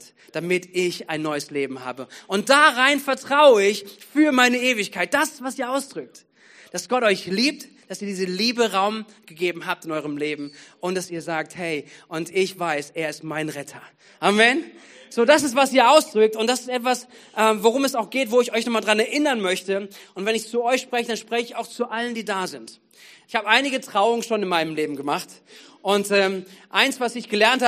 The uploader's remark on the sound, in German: Gottesdienst am 13.11.2022